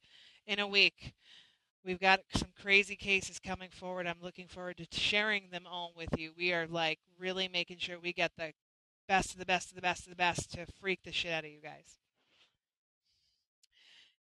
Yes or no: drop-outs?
yes